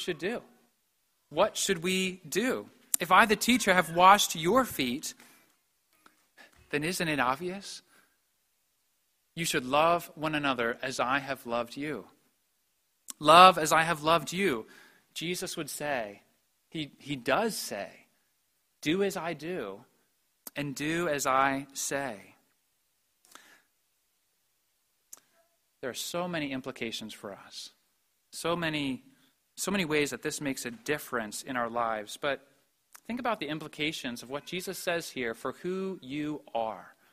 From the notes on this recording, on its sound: preached at the Maundy Thursday Service